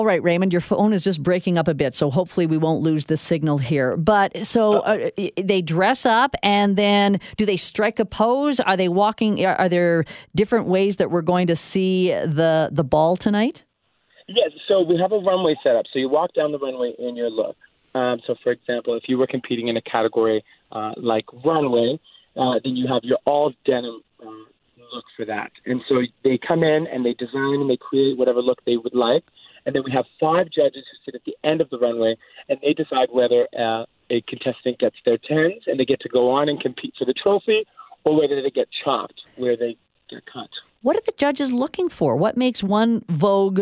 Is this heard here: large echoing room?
no